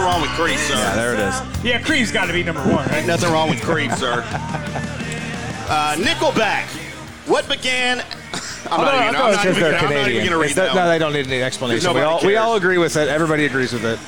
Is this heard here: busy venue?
yes